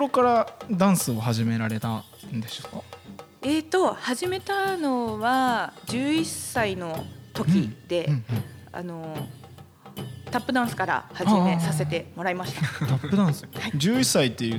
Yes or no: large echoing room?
no